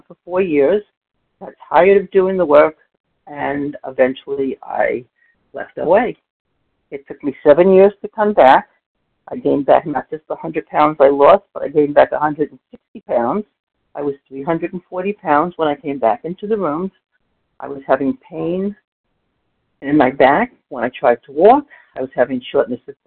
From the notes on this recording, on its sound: 100 Pounders Phone Meeting.